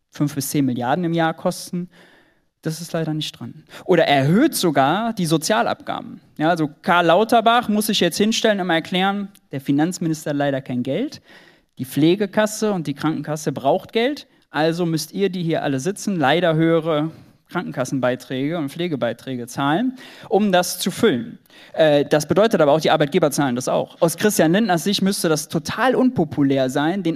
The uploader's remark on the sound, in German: Aufnahme von der Buchvorstellung zu “GENUG!”.